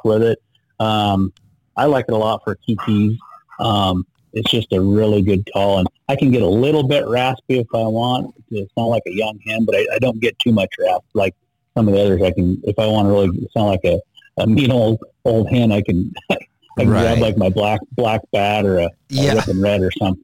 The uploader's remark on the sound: On the phone.